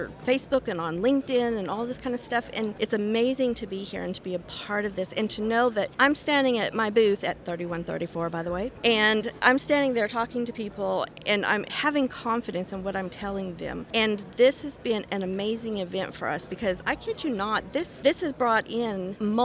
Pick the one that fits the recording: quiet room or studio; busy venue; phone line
busy venue